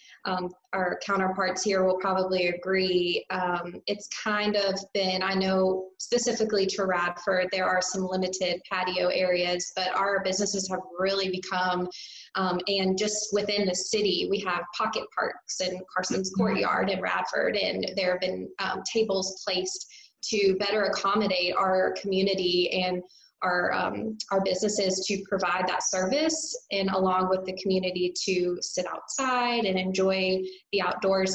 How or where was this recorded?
video call